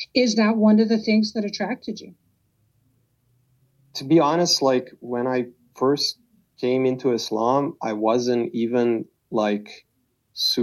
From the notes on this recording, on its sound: Recorded Oct 2022 in a drop-in audio setting at Reddit.